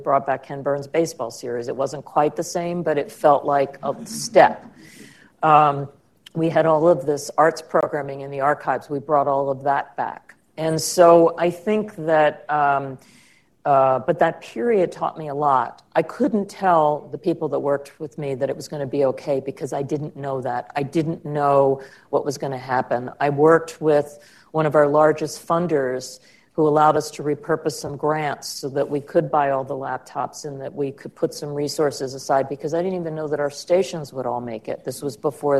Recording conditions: live audience